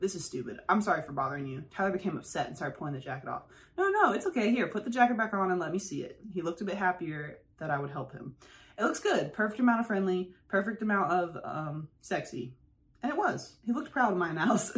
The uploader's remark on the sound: i did have some audio issues so ended up using the video audio